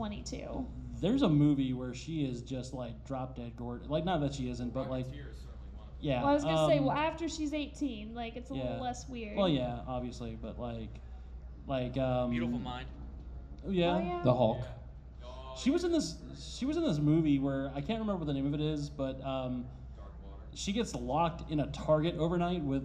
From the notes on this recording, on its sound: Live at Farpoint. We're live from Farpoint 2019!